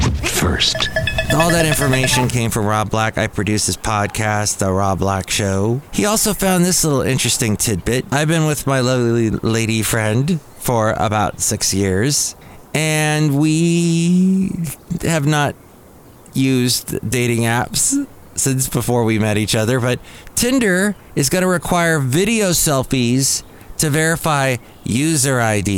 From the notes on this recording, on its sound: podcasts live from Café Anyway